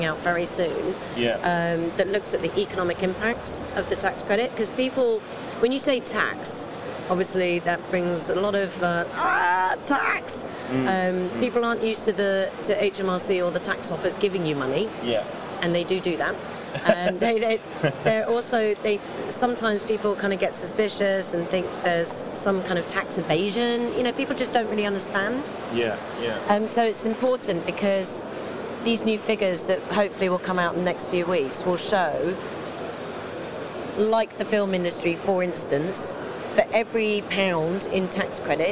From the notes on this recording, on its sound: at Gamescom 2018 in Cologne, Germany